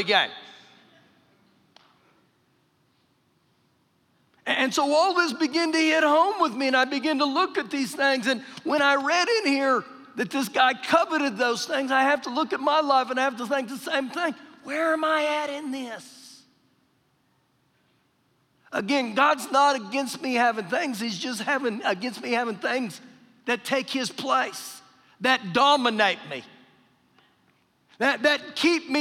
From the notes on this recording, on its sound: Recorded live during our Wednesday night service